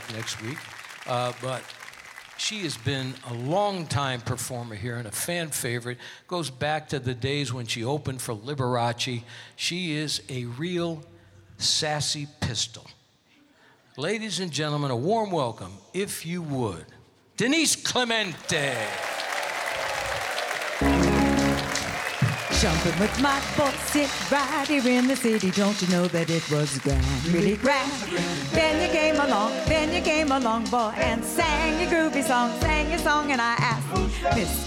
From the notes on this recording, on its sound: Live at the South Point Casino